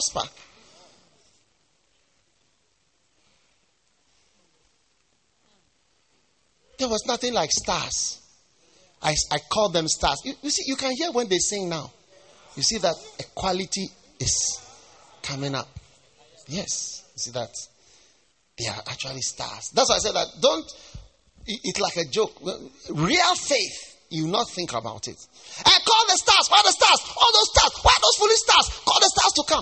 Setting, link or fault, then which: setting, large echoing room